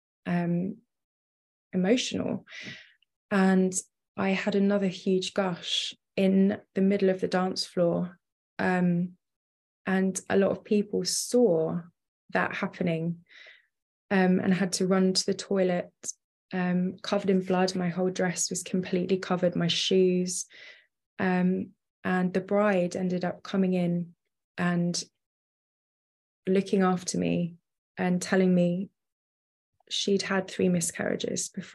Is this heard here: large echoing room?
no